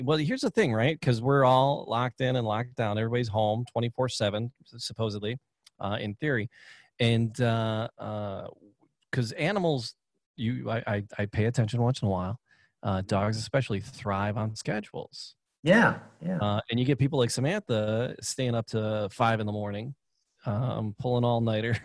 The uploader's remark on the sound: Remotley we attempt to zoom some animal fun. We got zoom bombed.